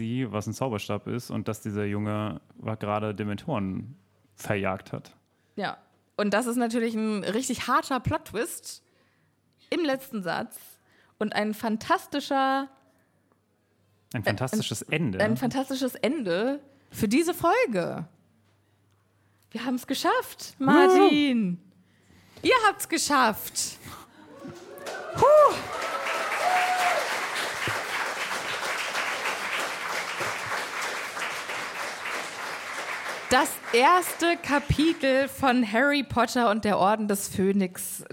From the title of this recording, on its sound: LIVE IN FRANKFURT